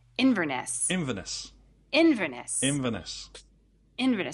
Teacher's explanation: So the emphasis is on the in.